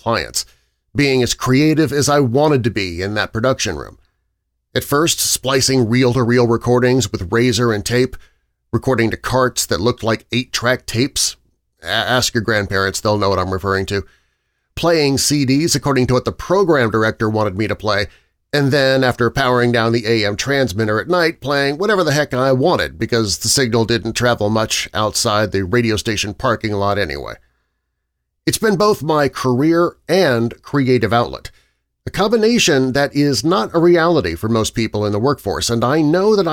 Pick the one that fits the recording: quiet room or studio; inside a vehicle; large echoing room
quiet room or studio